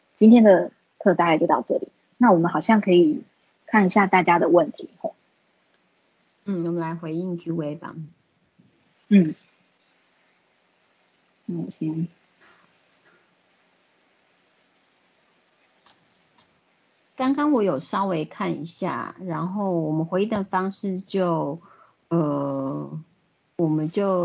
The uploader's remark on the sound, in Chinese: 此為線上課程錄音檔！